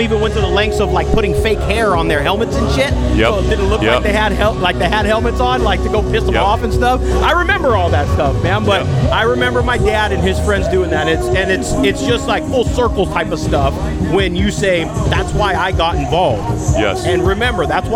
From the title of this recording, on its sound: Live from SoCal Bike Drags